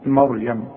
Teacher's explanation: راء ساكنه وقبلها مكسور، يبقى نعمل في الراء ايه؟ نرققها